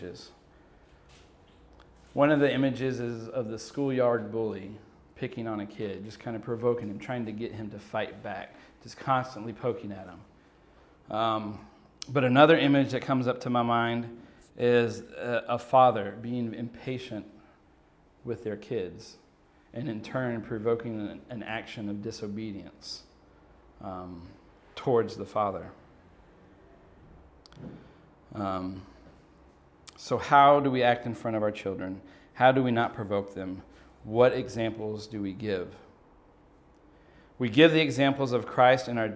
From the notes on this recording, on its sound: From the God’s Men God’s Mission conference.